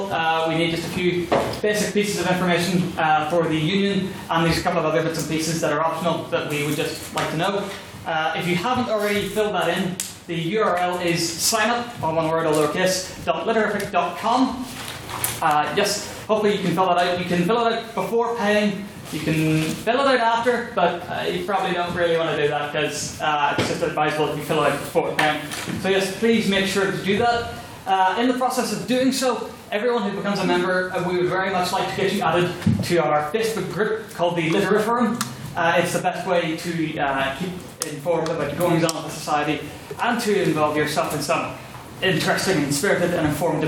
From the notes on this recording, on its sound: the recording of the third Ordinary Meeting of the 169th Session of the Queen's University of Belfast Literary and Scientific Society